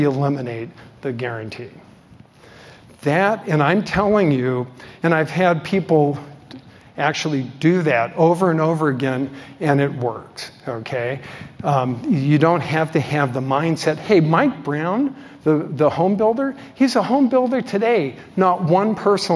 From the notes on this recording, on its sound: delivered at the Zweig Group's 2023 Elevate AEC Conference